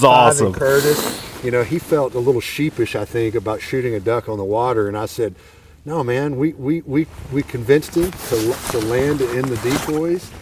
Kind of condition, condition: setting, outdoors